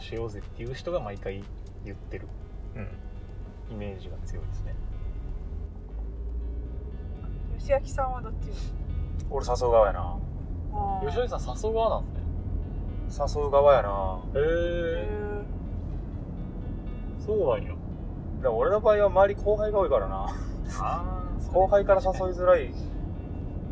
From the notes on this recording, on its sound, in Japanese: 車内で録音したので音質悪めです